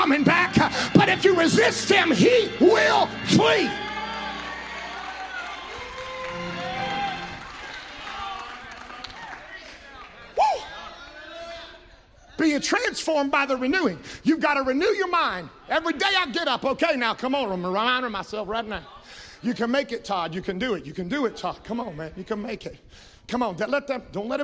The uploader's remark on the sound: Live from the Tabernacle at Redemption!